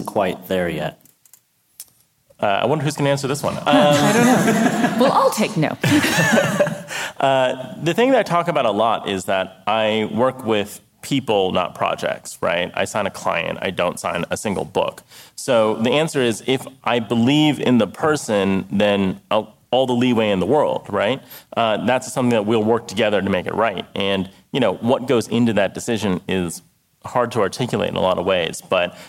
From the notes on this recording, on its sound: At WXR 19 we recorded live, and took audience questions aboard the ship.